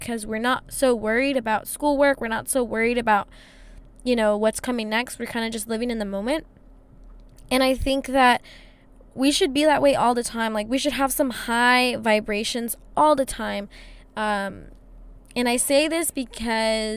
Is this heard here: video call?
no